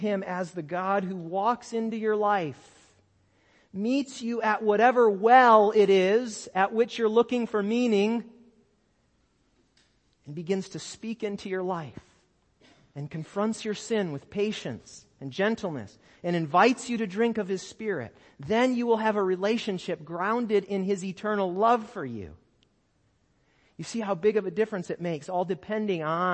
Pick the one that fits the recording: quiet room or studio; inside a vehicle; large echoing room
large echoing room